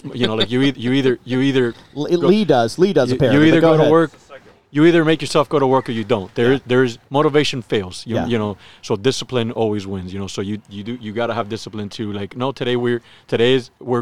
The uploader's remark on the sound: While at Bearers of The Oath, we open the mic's and have a passionate discussion